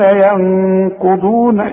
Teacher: النون الساكنه يا اما عليها سكون يا اما مجرده من التشكيل النون دي اللي بعد الياء لازم تغنها · Term: الغنة